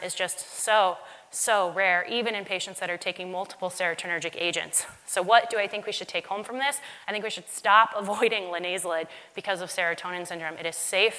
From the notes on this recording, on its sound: LIVE from MAD-ID. In this special LIVE podcast episode.